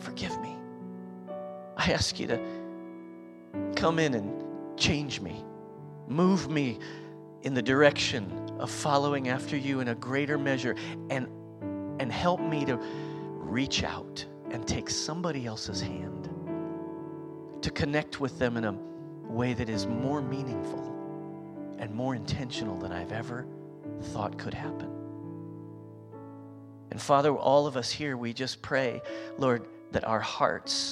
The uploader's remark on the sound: recorded on Sunday, February 12th, 2023, during service at The Anchor Church in Rockport, Maine.